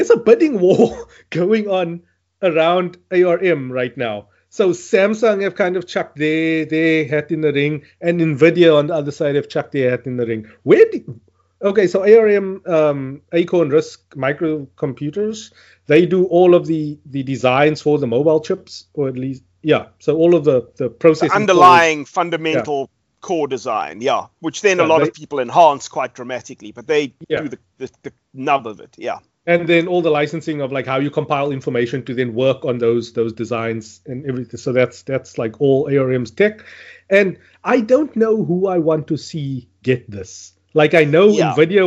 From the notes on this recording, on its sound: Recorded via Skype